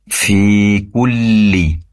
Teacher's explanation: lam yang bertasydid ditahan atau durasi penempelan lidah depan ke langit-langit lebih lama karena bertasydid lamnya.